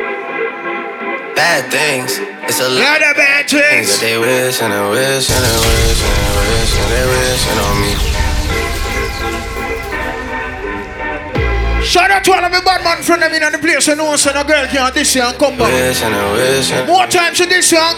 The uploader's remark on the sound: Pre Party of Purge Anarchy Live From Inside Sit And Sip!